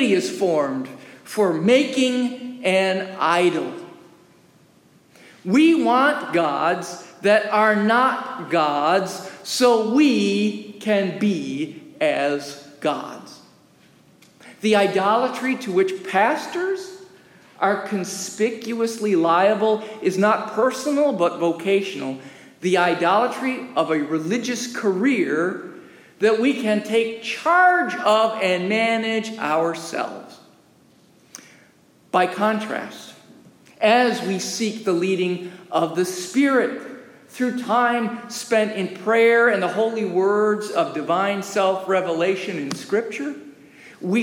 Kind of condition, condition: setting, large echoing room